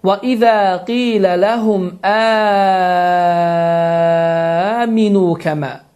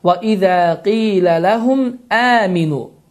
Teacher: Varş qiraətinə görə bu uzatma, deməli, iki yox, altı hərəkə miqdarında uzadır. · Shown in: first take